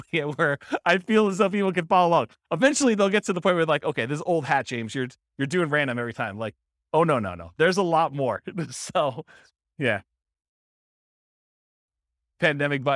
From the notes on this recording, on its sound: This was a live class recorded